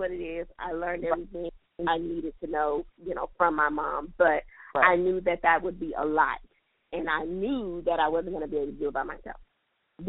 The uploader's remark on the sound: This episode was recorded over the phone due to busy mom schedules, this was our best options. If you hear a difference in sound quality, that is why : .